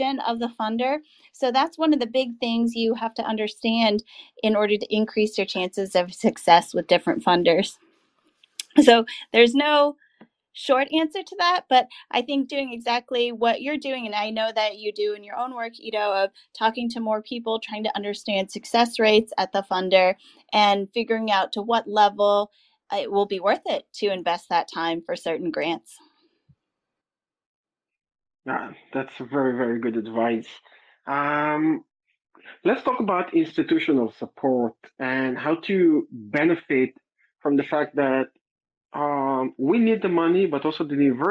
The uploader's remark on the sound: it was actually recorded live on twitter through twitter spaces